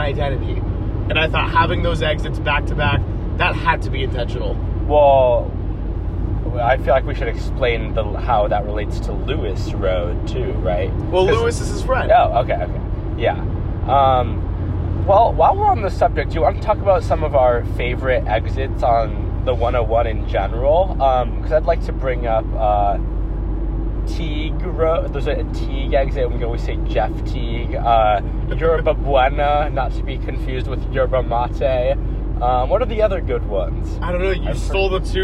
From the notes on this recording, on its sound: Decided to record an unscripted podcast on their way back from Los Angeles, CA. The brother's have a lot to talk about in the car.